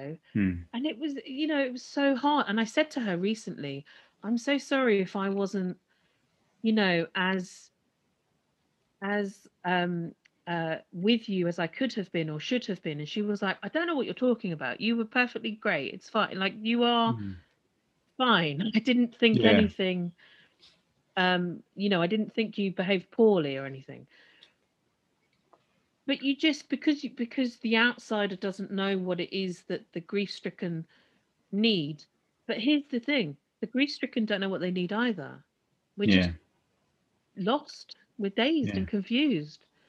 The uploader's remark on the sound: Beset by internet problems and emotional (and technical) pauses